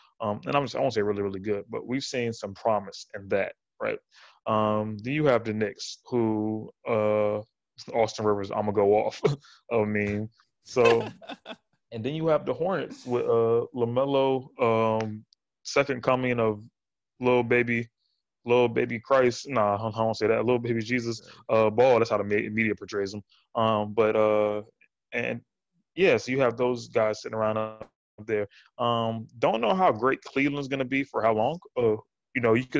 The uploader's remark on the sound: The two record this podcast virtually!